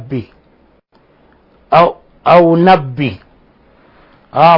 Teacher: تقريب راء ربي إلى اللام والنون أو النون فمثلا بدل أن يقول ربي يقول لبي أو نبي.